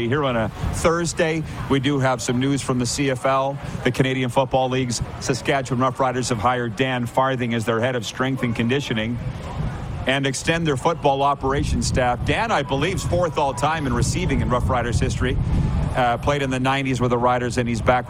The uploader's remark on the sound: LIVE from the Beachouse in Pompano, FL